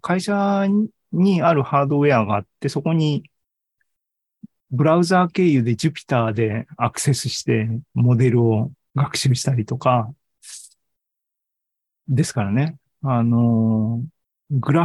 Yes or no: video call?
yes